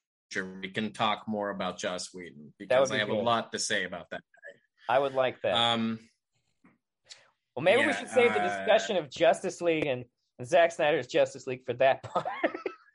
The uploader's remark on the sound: We had a bad connection and there are some audio issues